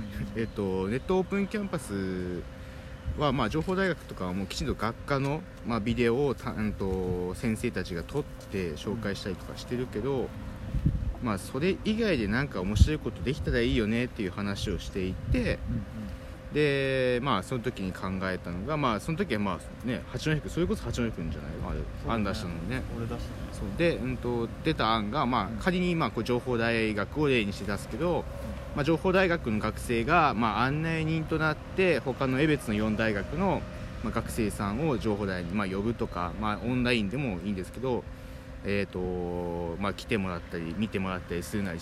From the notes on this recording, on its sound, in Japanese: 風の音で一部音声が聞き取りにくくなっている為BGMを切っております。Anchor←このアプリで収録してます。